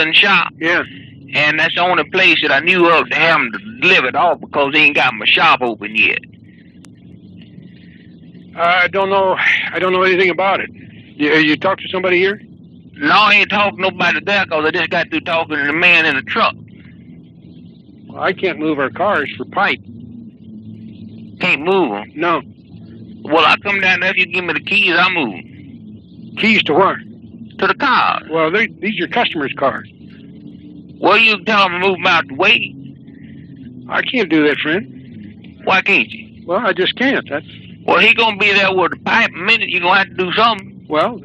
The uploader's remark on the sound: Prank Phone Calls